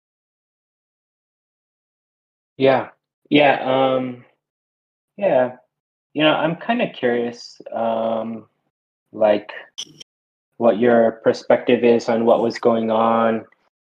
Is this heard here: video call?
yes